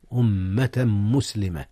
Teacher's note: أدغم تنوين أمة في ميم مسلمة، حيث كان هكذا إدغاما بغنة